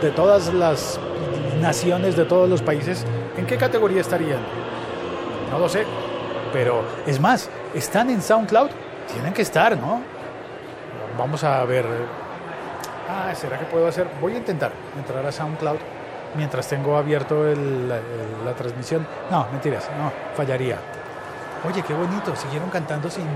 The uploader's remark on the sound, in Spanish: De fondo se oye la reunión de gente en la plaza para ver la transmisión desde La Habana de la firma de los acuerdos de paz para Colombia.